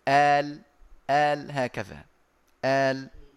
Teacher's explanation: الذي هو آل بنسميه الإبدال والوجه اللي هو آل بنسميه التسهيل والوجه اللي هو آل حركتين فقط بنسميه القصر